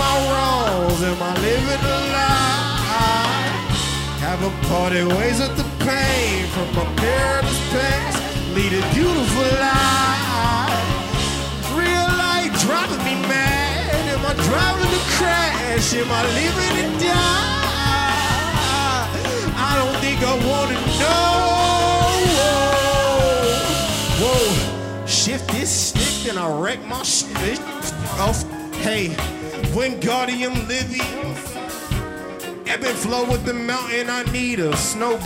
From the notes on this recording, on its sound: This performance was taken from the Chreece music festival hosted at the white rabbit cabaret in 2019